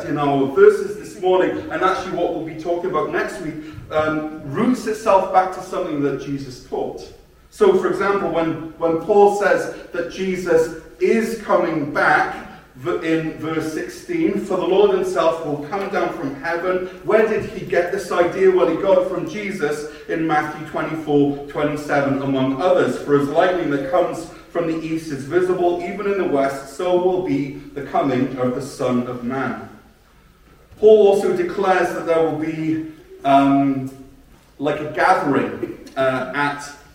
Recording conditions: large echoing room